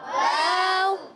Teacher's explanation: वाव का मखरज है दोनों होंठों की गोलाई। जब दोनों होंठ गोल करते हैं तो वाव अदा होता है।